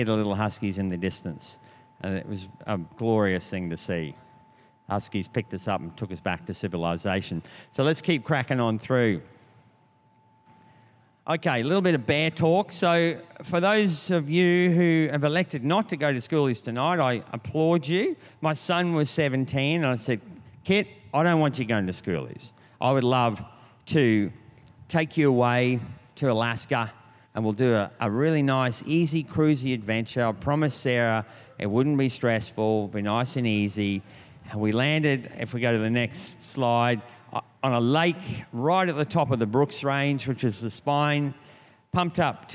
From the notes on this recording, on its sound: This was recorded in our 5pm service on Sunday.